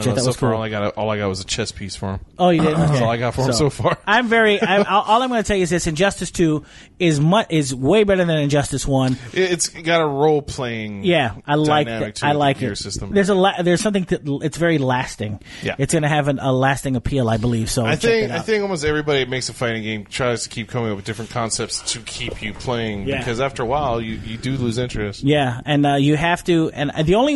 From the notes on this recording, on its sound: All recorded live at Maui Comics & Collectibles.